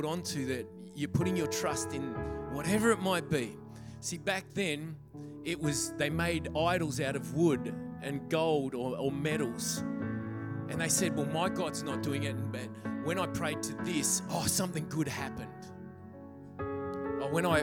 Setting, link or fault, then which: setting, large echoing room